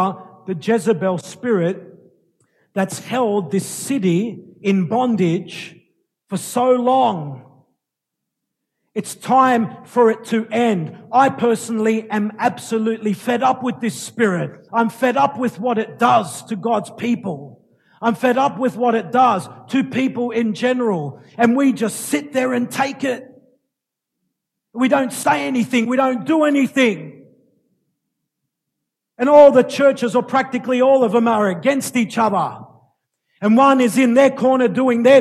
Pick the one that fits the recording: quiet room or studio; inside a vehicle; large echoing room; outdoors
large echoing room